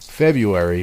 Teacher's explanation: The R in February has been dropped, so it is almost always pronounced February without the R.